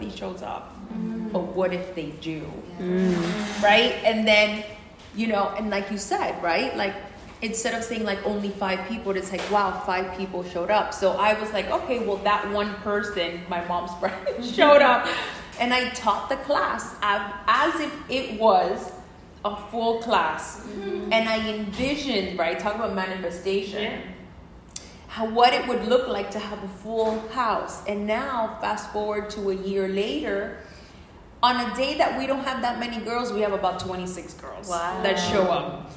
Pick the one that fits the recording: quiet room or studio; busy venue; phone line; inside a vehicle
busy venue